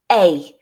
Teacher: So unlike others, it is a sound in which your mouth moves from one position to another as you make it. With A, we're starting with E and moving to I. Both front vowels, but you'll close your jaw to move from E to I. · Term: I diphthong